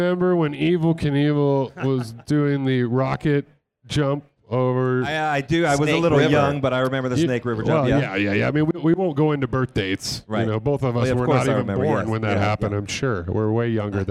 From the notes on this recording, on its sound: From the Shell Pioneering Performance Stage at SEMA 2019. Rock the Shell Pioneering Performance LIVE stage at the SEMA Show in Las Vegas.